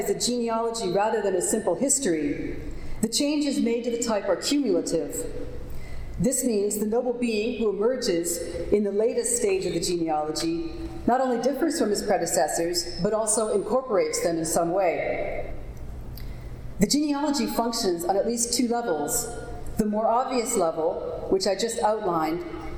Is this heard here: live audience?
yes